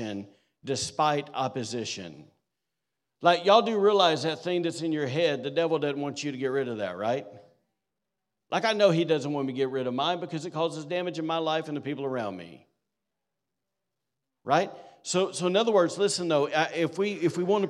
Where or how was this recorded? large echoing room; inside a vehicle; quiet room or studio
large echoing room